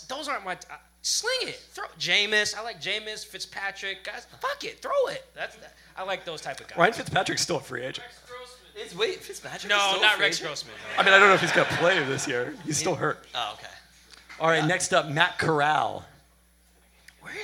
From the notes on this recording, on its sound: We held a live Peltoncast last Friday at Good Times Bad Bar in Queen Anne. Due to a podcaster error, only the first two segments and the start of the third were taped.